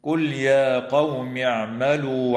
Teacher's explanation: اللام في كلمة قل تسمى بلام الفعل، وحكمها الإظهار هنا لعدم وقوع لام أو راء بعدها.